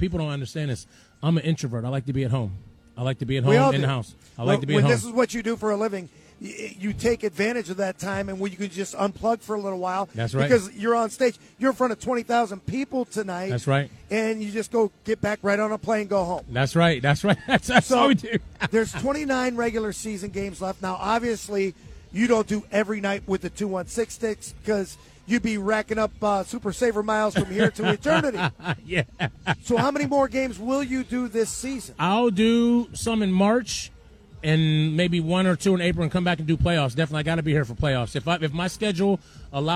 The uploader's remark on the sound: Live from Rocket Mortgage Fieldhouse. During tonight’s Cavs game.